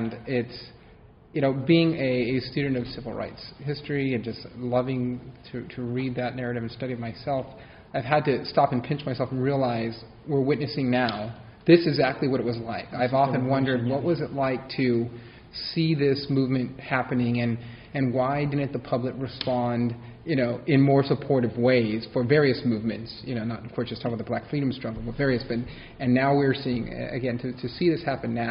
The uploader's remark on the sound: This conversation was recorded during a session of the 109th annual meeting of the Pacific Coast Branch of the American Historical Association held earlier this month in Kona, Hawaii.